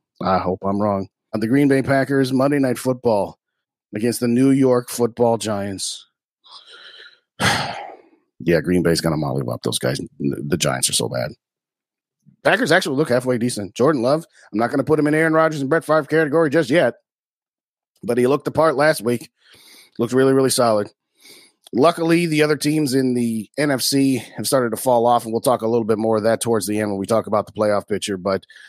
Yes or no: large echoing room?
no